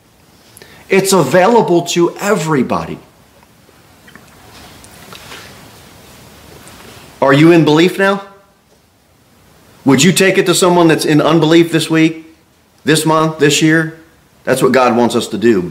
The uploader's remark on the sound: Sermon delivered at Pilgrim Baptist Church.